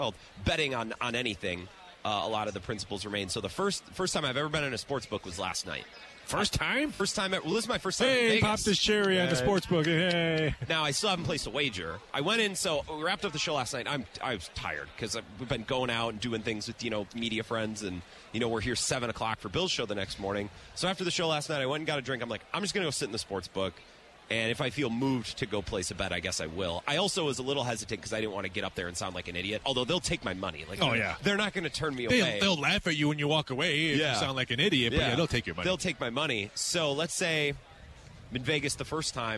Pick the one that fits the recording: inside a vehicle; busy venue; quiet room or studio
busy venue